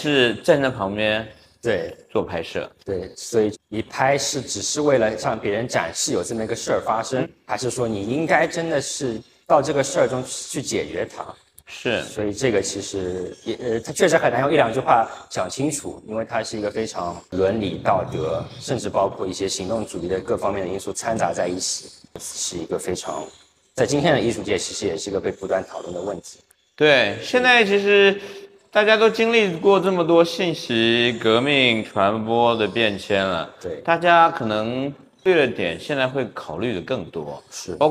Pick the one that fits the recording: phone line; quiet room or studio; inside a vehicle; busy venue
busy venue